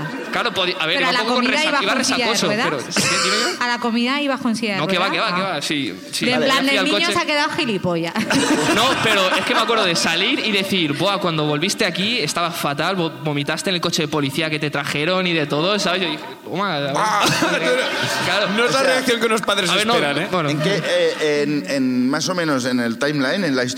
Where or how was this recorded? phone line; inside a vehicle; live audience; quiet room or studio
live audience